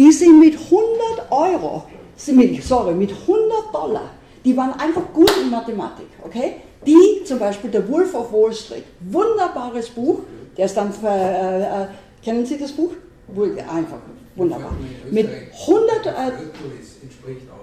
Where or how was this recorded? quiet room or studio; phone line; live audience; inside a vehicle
live audience